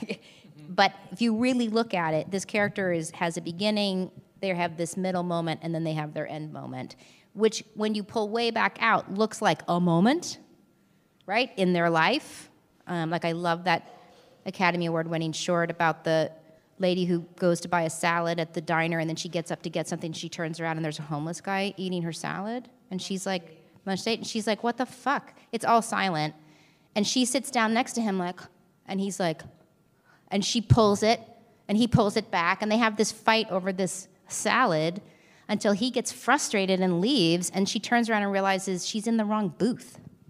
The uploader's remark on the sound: LIVE From SLO